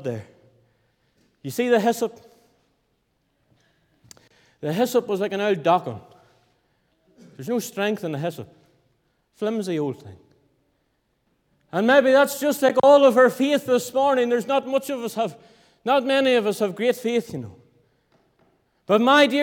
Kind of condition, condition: setting, large echoing room